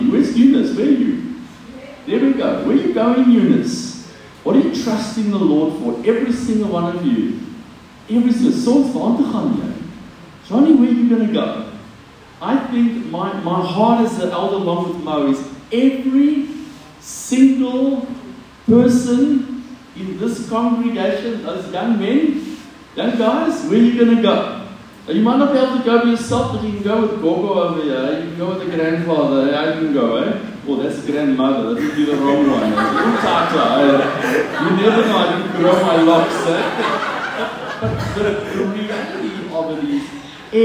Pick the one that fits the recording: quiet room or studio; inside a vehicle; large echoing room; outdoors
large echoing room